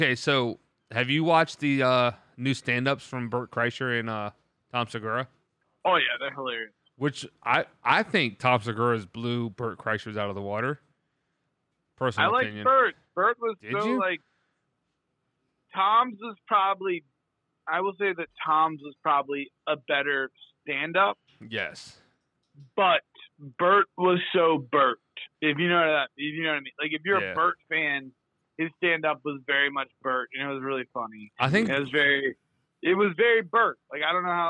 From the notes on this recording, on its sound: this time over the phone